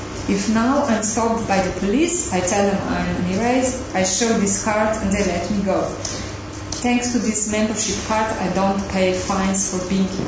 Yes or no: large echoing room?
yes